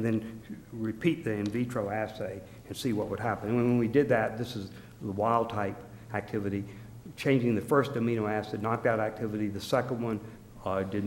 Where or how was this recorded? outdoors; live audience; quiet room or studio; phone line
live audience